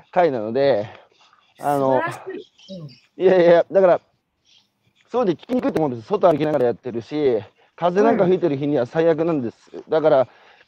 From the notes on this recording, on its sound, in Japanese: 歩きながら1時間、対談する。